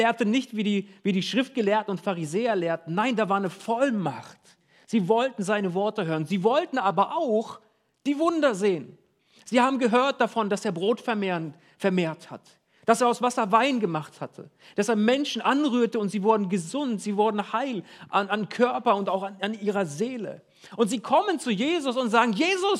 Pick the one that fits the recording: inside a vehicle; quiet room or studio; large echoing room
large echoing room